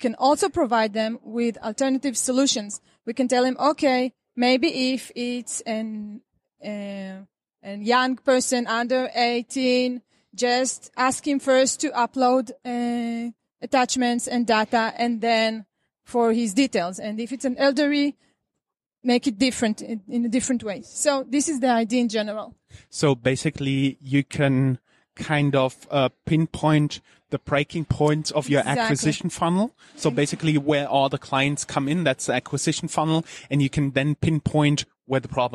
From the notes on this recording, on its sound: You are listening to the audio track of a video, recorded at the Euro Finance Tech, November 2018.